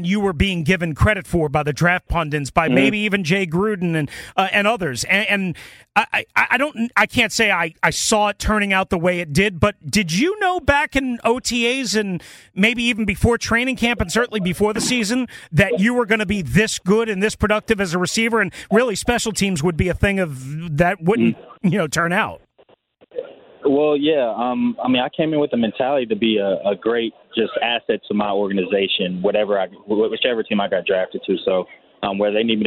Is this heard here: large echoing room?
no